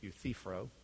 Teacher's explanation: Emphasis is on the center syllable.